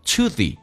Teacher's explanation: she 降调读 tothe，这边有一个弱化现象， to 说成 t 加个 a 叫 t，the， to 跟 the 碰在一起，你要记住那个咬舌就不用咬舌，直接发成 z 这个发音变成 the。